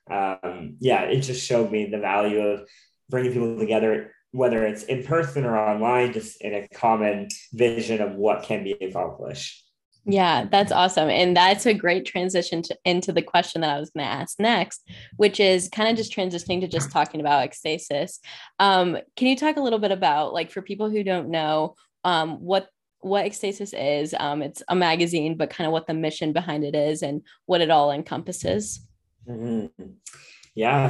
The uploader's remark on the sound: hops on zoom for a conversation